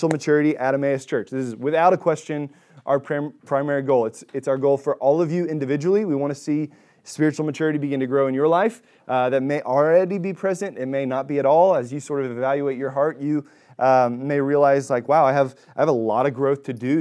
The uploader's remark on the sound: Recorded at Emmaus Church in Buford, GA